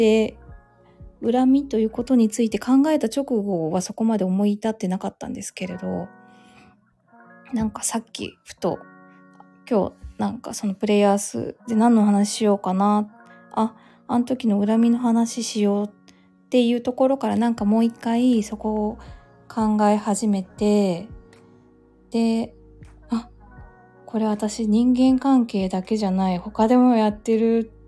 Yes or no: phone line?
no